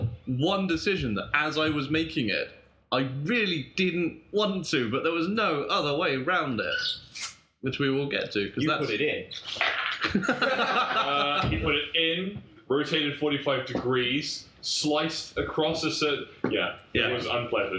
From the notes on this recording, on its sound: Apologies for the sound quality, technical issues arose and this is what was salvaged form the wreckage.